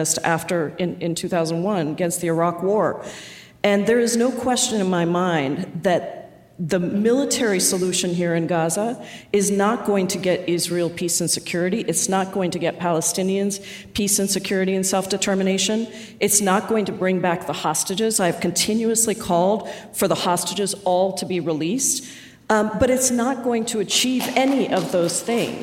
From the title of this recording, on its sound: Live from Seattle!